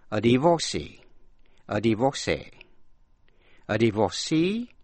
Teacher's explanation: Có thể nhấn mạnh vào vần giữa, vor, hay là vần cuối, C. Và âm cuối có thể đọc là E hay A · Term: bốn cách đọc